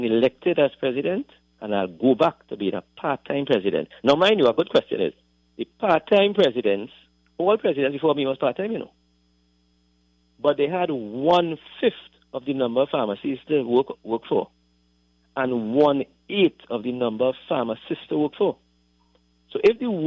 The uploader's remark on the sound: During this hour we take calls from our audience